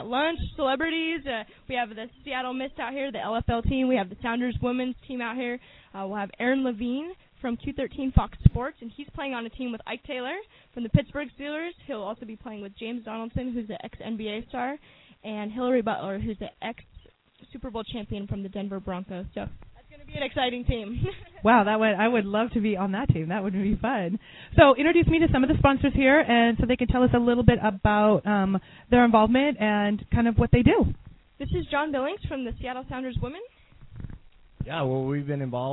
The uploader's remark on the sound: interviews from 2nd Annual Golf Tourn